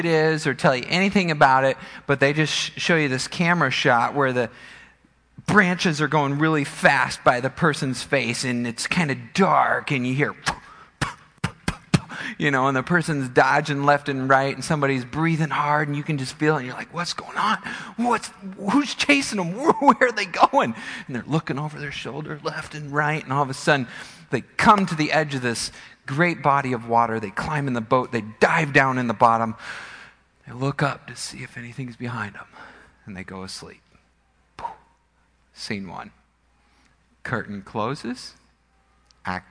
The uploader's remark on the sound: Midland Evangelical Free Church Sermon Audio